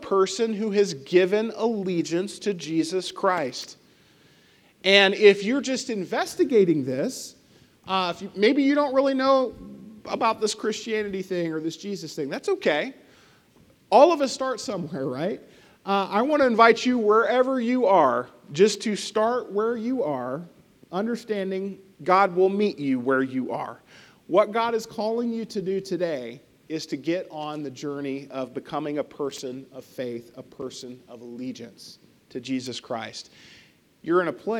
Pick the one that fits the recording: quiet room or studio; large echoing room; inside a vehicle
large echoing room